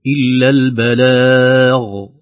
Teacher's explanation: البلاغ بتفخيم الغين لأنها ساكنة . طبعا الغين من حروف التفخم دائما من حروف 7 خص